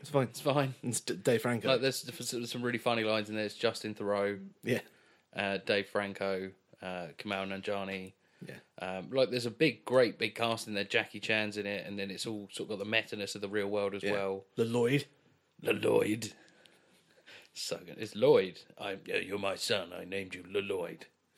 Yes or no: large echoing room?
no